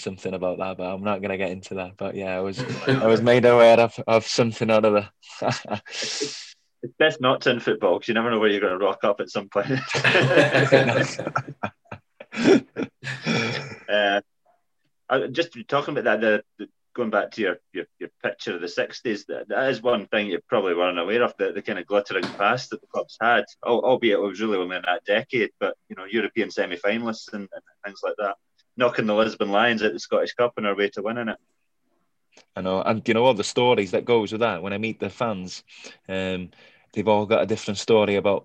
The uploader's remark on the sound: As usual our chat was conducted through the socially-distanced means of Zoom.